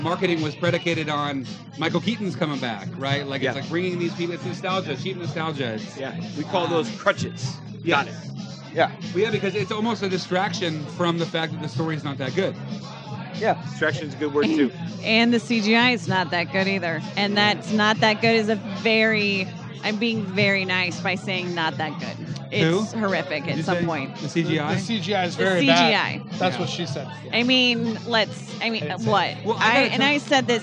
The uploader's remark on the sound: This live recording session comes from the Galway Bay tavern in Chicago. Enjoy the lively and live conversation!